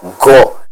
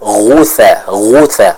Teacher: kalau huruf ghain itu dibaca dengan suara yang agak pecah. · Shown in: second take · Contoh gho, ghi, ghu, bergetar suaranya, pecah.